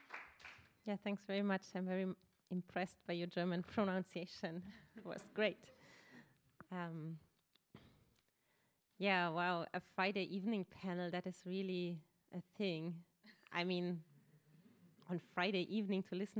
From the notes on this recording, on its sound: Gave talks on the second evening of the “After Extractivism” conference. Recorded at Haus der Demokratie und Menschenrechte.